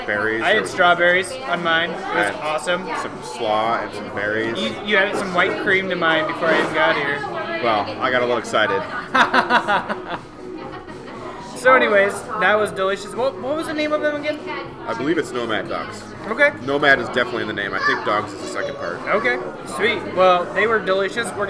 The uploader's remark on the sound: The guys are live from Fortside Brewing which is probably the closest they’ve been to their houses this entire time.